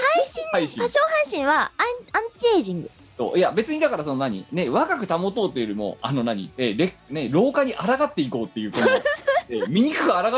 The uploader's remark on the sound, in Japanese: 本番組はリモート収録です。収録時環境の影響により、聴き取り辛い部分があります。お疲れモードの中での収録です。途中で激しくノイズ等入りますが、収録時のものです。